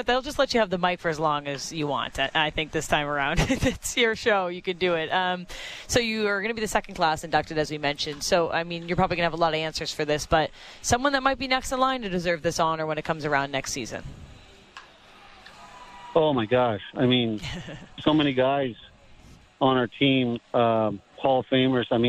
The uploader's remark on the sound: Live from the Rogers Centre